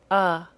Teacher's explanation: Our last short vowel sound is the short U, and it sounds like uh. The short U sound is created by pressing the back of our tongue down. Our mouth does not need to be open in the same way that it does for the short O.